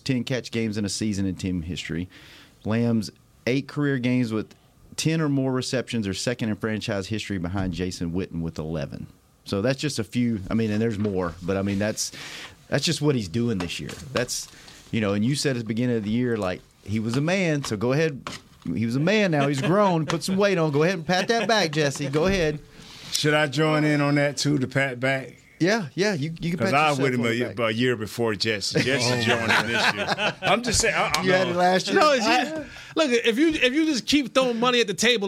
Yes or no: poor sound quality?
no